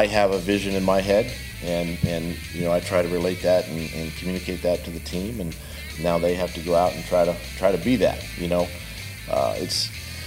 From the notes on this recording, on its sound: LIVE from TIAA Bank Field